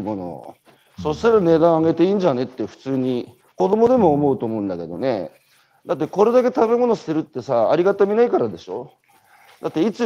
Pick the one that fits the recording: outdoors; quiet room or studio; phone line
outdoors